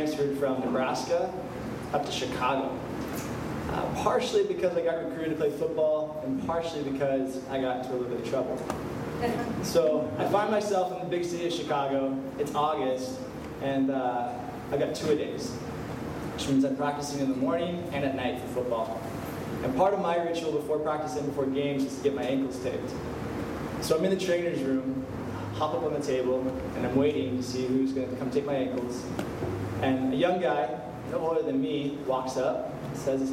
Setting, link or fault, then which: setting, live audience